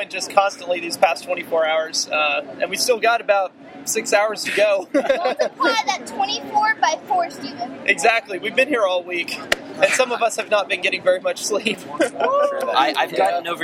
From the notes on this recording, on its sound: ESPN Game Day is here in Lubbock, TX and we here at Bad Philosophy are pleased to bring you this final chapter in the RaiderVille Diaries series from the line outside Jones AT&T Stadium.